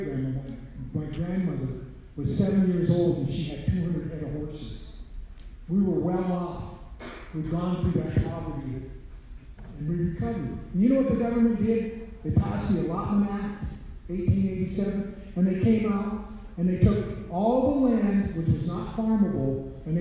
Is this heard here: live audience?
yes